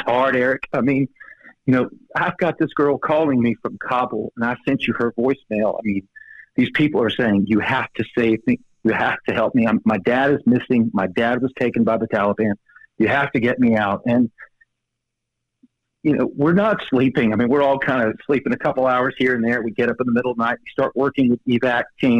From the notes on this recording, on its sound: Joining me by phone